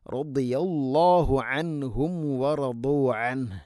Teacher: ദാദ് ഉച്ചരിക്കുന്ന സമയത്ത് നാവിൻ്റെ ഏതെങ്കിലും ഒരു സൈഡ് അണപ്പല്ലുകളോട് ചേർന്ന് നിൽക്കുന്ന ഔരിൽ തട്ടി, നീളത്തിൽ തട്ടിക്കൊണ്ടായിരിക്കണം.